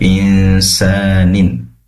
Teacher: pastikan sinnya berharokat dua harokat, dibaca dua harokat ya